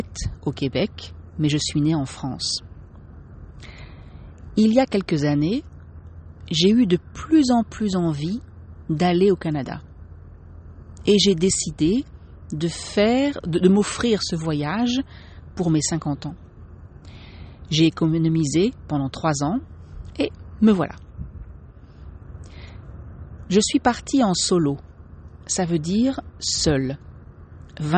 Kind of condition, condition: setting, outdoors